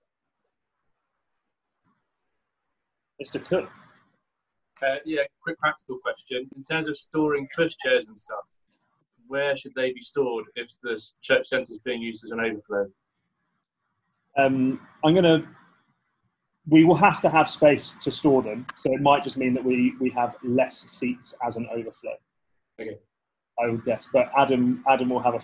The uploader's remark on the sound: Zoom Seminar. A new intro has been added (as it was missed off the original) and capturing all the questions that were asked on the night.